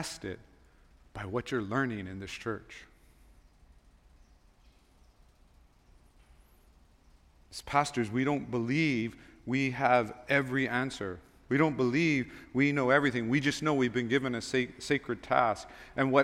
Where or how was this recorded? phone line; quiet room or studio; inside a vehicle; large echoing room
large echoing room